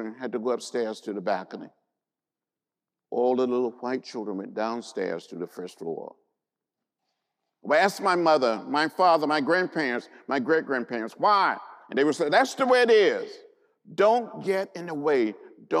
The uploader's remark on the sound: gave a lecture at the Indiana University Auditorium